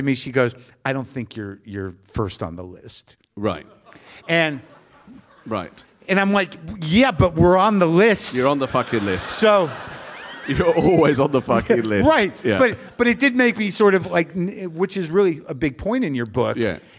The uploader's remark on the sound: Live from The Bloomsbury Theatre in London